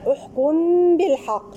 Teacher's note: غنة الإخفاء الشفوي احكم بالحق